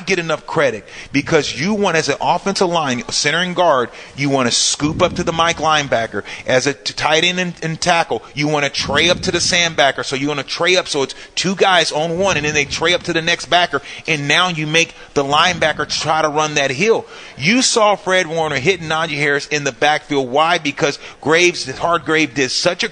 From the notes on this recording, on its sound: Live from the Hilton Santa Clara.